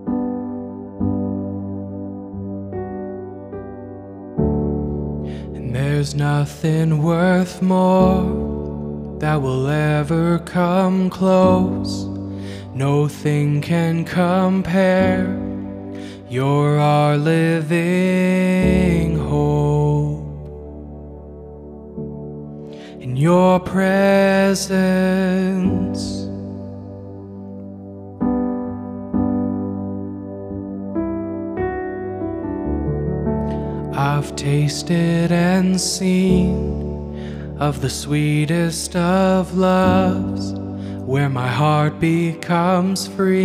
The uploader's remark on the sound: recorded on Instagram Live